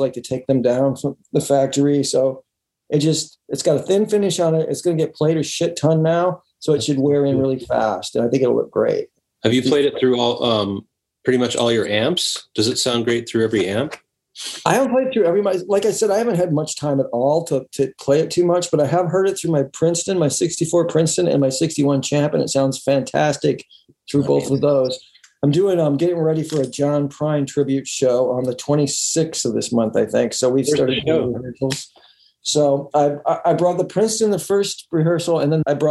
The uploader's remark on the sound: remote ZOOM